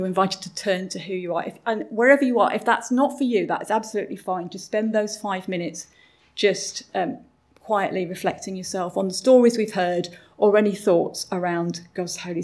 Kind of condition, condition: setting, large echoing room